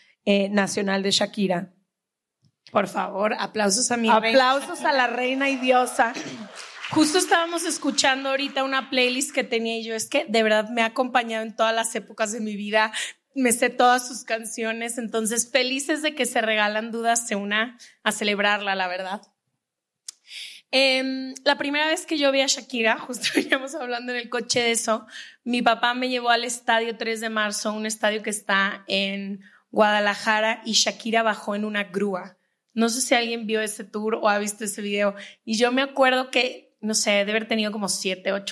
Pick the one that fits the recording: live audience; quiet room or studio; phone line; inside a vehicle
live audience